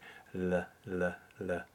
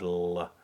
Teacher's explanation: The L in French has to be treated like the Italian L, mm-hmm. meaning that it's articulated at the tip of the tongue. · Shown in: first take · And not the American call.